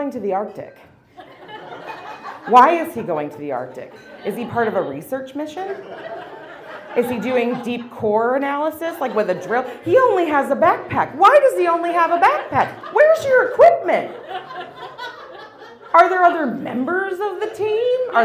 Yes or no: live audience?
yes